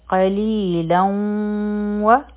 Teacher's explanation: اخیری آواز د نون ساکن دی، مخکې واو راغی، نو دلته کې به ادغام کوو د غنا سره